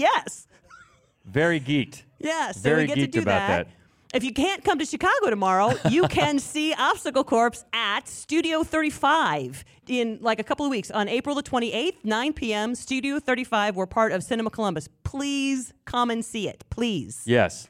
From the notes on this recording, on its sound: We'r back in front of a great live crowd.